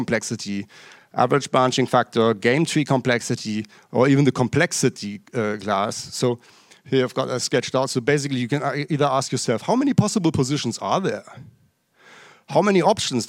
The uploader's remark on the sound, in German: Live aus der c-base.